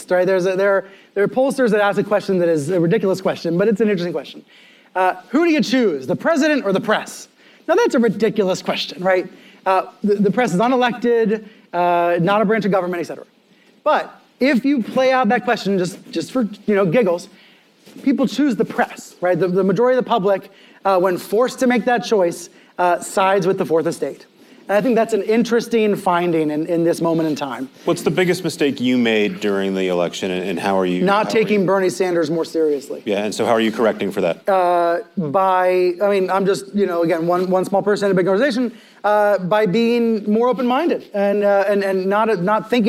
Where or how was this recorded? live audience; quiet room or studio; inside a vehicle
live audience